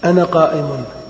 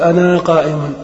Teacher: أنا مبتدأ في محل رفع مبني على مبني على السكون في قول ضعيف، لكن الجمهور على أنه مبني على الفتح، لأن الضمير هنا مكون من الهمزة والنون، وأما الألف فهذه ألف يؤتى بها عند الوقف فقط أنا، فإذا وصلت يجب أن تحذف · Shown in: first take · أنا قائم، فلهذا لا يعدونها من جسم الضمير، وبعض العرب يلفظ بها في الوصل فيقول أنا قائم، لكنها لغة قليلة.